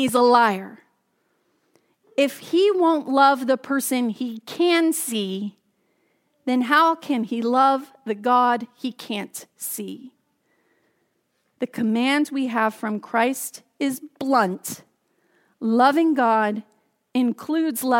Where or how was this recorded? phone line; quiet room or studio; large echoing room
large echoing room